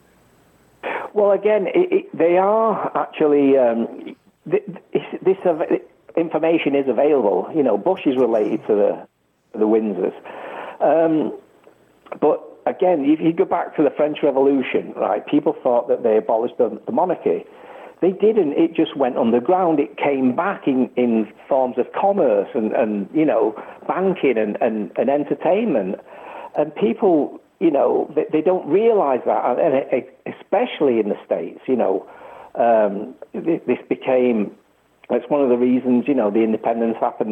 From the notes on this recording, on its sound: We have a call in guest for hour 2